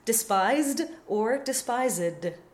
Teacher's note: because the S is voiced in despise, the D would be voiced in any case